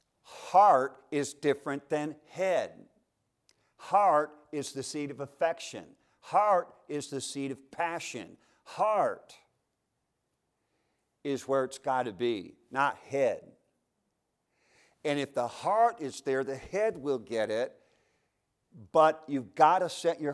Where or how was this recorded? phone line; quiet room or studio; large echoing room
large echoing room